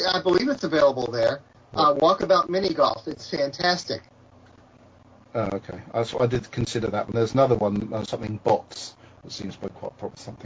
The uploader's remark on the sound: Sorry for the terrible sound, there was a major technical cock-up.